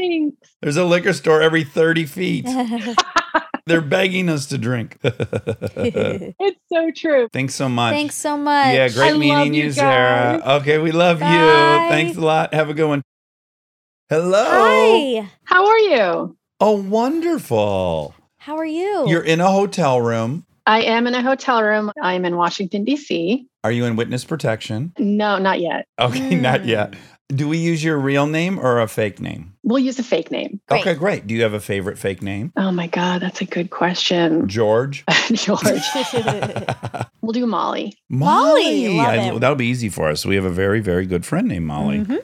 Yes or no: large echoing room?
no